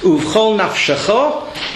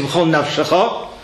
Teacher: Make sure you say naf rather than nav. · Shown in: first take · Saying this at speed gets b'chol navshecho.